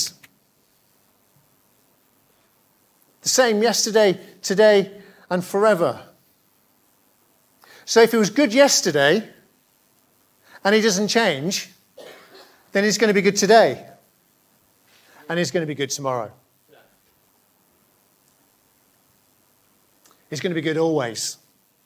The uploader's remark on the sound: Preached at Hollybush on 13th February 2022, my first at the church.